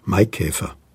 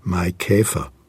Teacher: wir betonen gegen unsere natürliche Aussprache nicht auf der ersten Silbe, sondern auf der zweiten Silbe · Shown in: second take · Es ist eine sogenannte Tonbeugung.